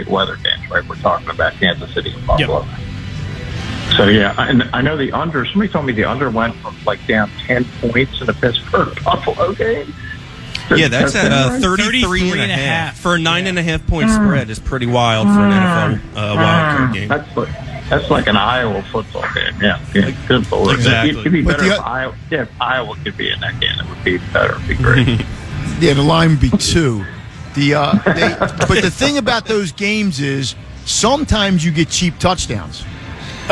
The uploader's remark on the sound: LIVE from the Parx Casino Sportsbook